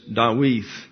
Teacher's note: the second D in David does not contain the dagish lini, so it's pronounced like the diphthong TH as in the word thee